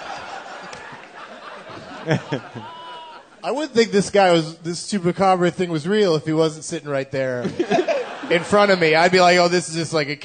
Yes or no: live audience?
yes